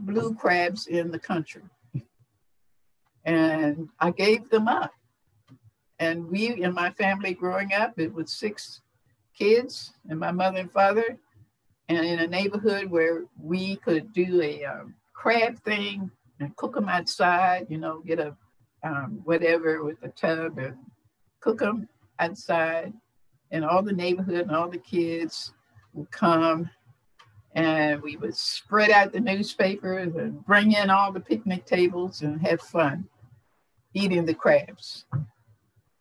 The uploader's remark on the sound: FIRST time doing a Zoom interview!